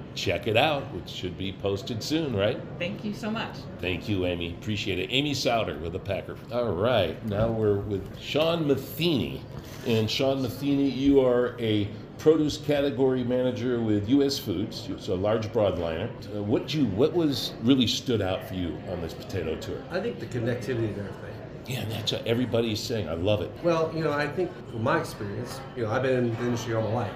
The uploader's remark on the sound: live from Idaho Falls at the 2023 Idaho Potato Commission Foodservice Harvest and Packing Tour